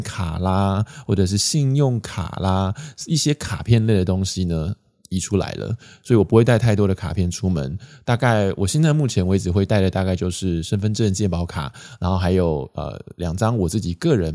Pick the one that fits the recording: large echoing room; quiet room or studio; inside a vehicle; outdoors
quiet room or studio